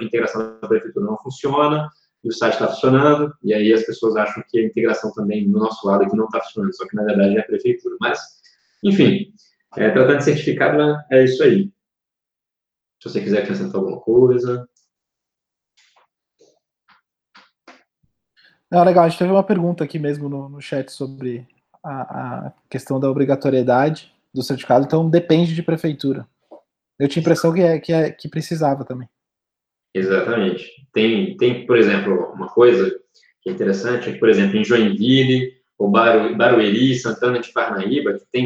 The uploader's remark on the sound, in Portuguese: Conteúdo produzido originalmente como webinar ao vivo da iugu